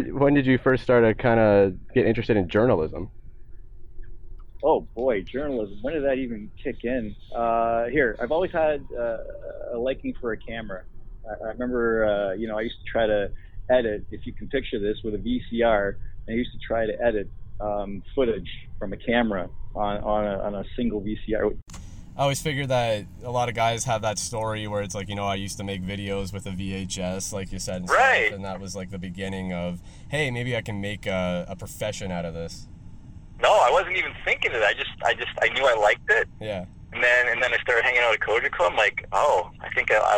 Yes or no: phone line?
yes